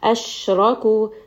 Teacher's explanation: sheen is a letter of tafashi. So the sound is going to spread throughout the mouth.